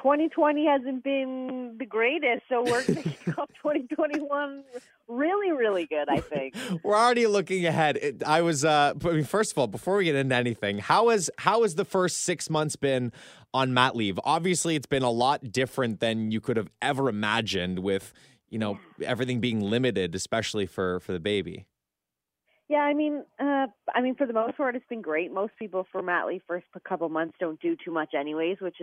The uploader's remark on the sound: On the phone.